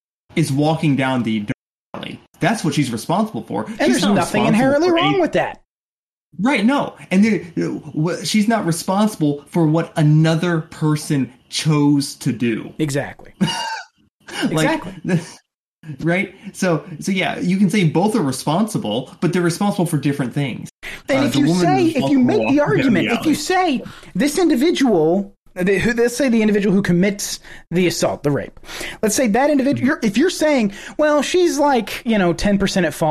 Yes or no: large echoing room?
no